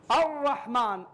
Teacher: بالنسبة لحرف الراء نهائيا ما نأتي بصفة التكرار · الراء يلصق ظهر رأس اللسان مع الحنك الأعلى